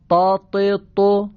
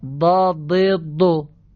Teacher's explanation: یعنی اگر ما یه دال درشت لثه‌ای بگیم میشه تای دستدار، اگر دندانی بگیم میشه زاد